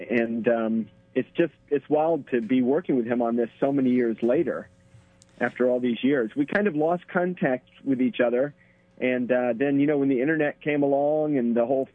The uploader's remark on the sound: calls in from Japan